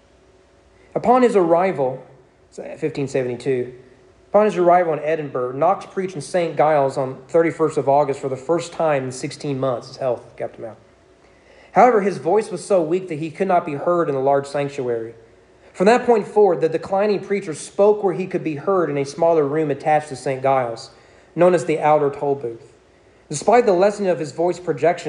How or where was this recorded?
large echoing room